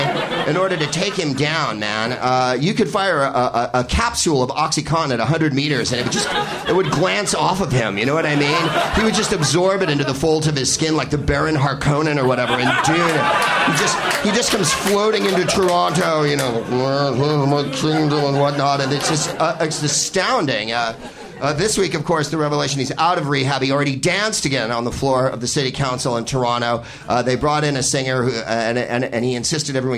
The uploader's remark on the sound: Live from The Comedy Bar in Toronto